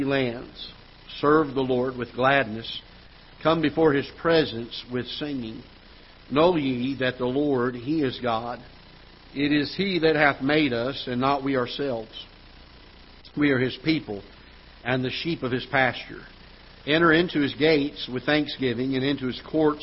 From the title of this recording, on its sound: Ketha Heights Baptist Church ~ Live Broadcast